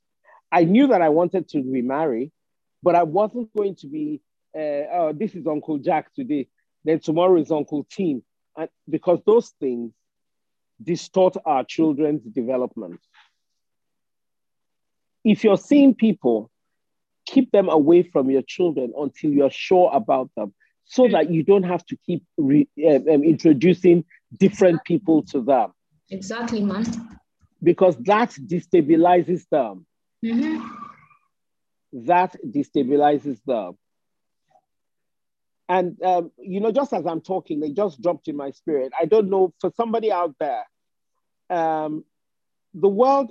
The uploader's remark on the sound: We had an insightful single mums zoom event and this is the recorded audio.